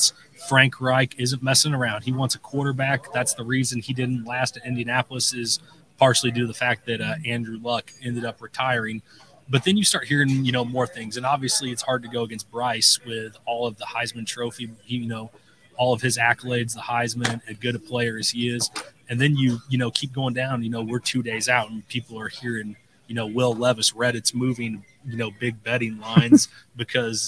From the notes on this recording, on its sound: Live from the NFL Draft in Kansas City. We covered the entire first night of the NFL Draft from start to finish.